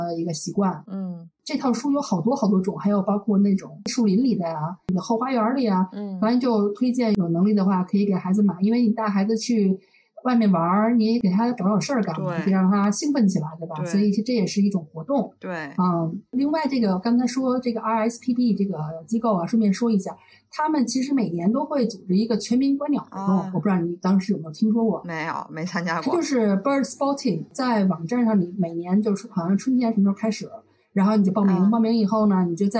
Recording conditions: poor sound quality